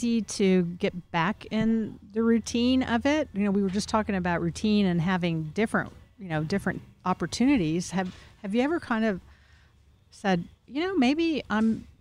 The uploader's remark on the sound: Recorded at Wheelers Western Outfitters.